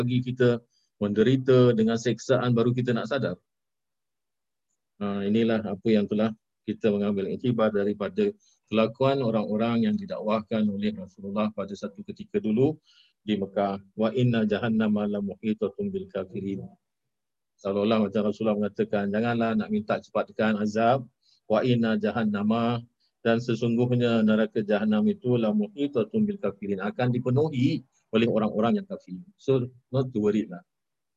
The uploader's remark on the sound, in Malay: Rakaman zoom pada setiap Ahad 9.